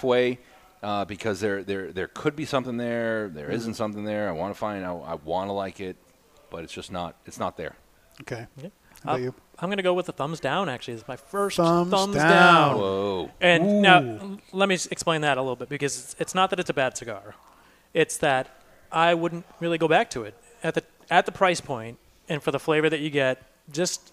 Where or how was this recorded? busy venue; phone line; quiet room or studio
busy venue